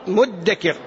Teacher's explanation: الإدغام كقول الله عز وجل فهل من مدكر، مدكر هي أصلها كما قلت بالأمس مذكر، فأدغمت الذال في الدال فصارت مدكر